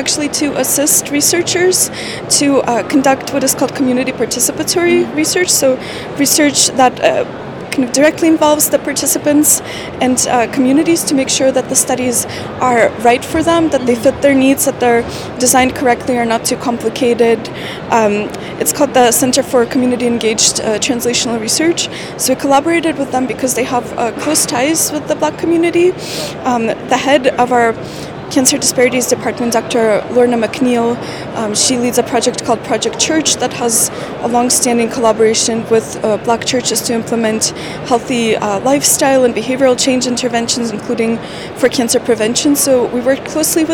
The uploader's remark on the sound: recorded live at the American Society of Clinical Oncology (ASCO) Annual Meeting